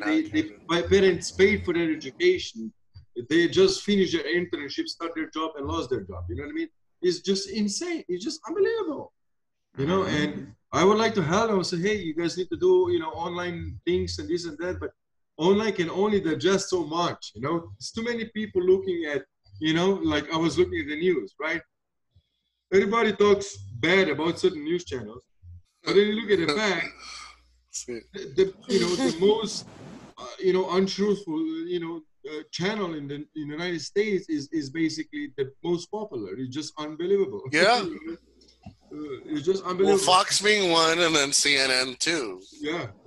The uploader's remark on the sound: Zoom Happy Hour Friday Special